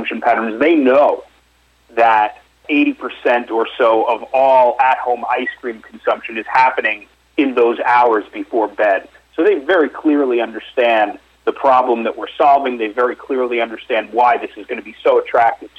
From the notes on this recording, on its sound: called in to SmallCapVoice